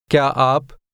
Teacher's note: how the question word and the word for you sounded like one word